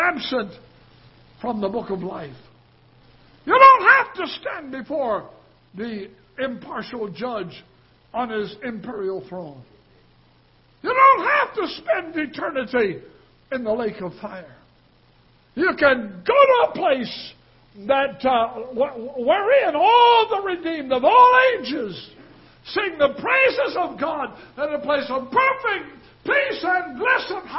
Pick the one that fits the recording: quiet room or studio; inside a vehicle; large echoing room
large echoing room